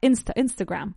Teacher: La acentuación recae sobre la primera sílaba, Instagram, right?